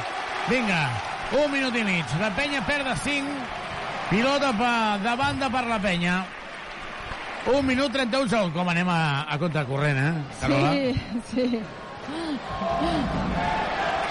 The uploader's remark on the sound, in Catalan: Transmissió en directe del partit Joventut vs Surne Bilbao.